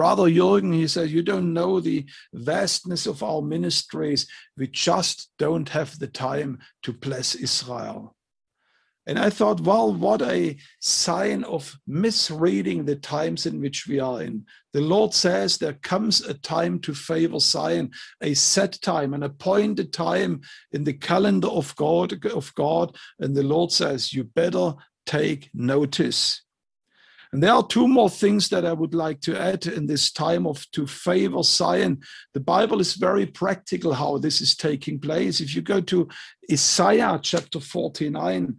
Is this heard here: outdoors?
no